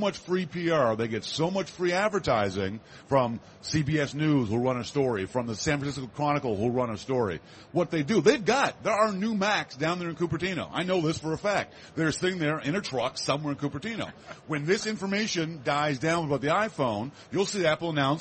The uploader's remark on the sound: 2007 Macworld Expo. A session recorded from Macworld's booth on the Moscone Center show floor.